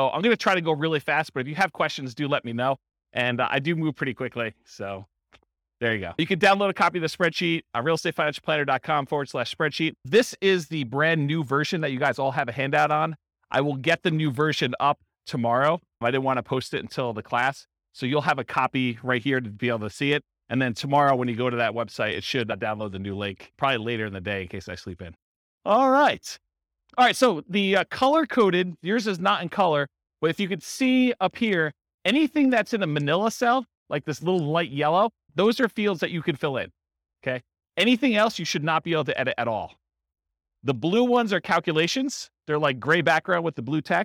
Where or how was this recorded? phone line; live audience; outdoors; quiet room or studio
live audience